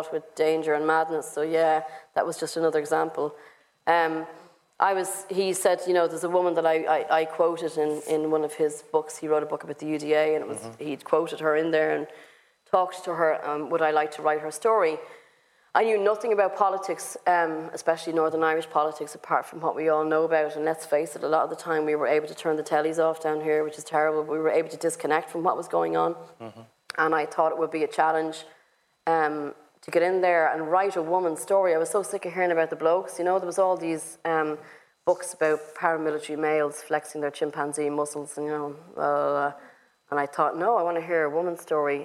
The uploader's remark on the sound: At the Mountains to Sea festival in Dun Laoghaire. Thanks to Mountains to Sea for facilitating the event at short notice.